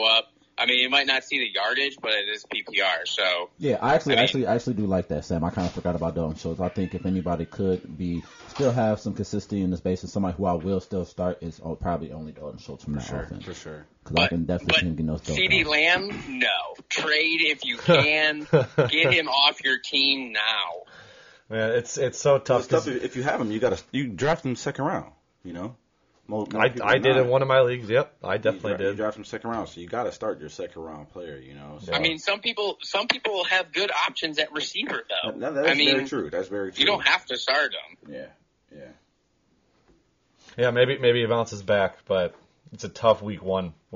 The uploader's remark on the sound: Working on the road so he has to call in.